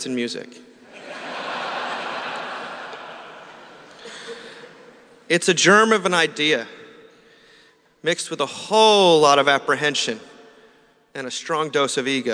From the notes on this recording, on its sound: Closing Saturday morning talk at our 2017 Conference in New York City. Delivered April 29th, 2017 at St George's Episcopal Church.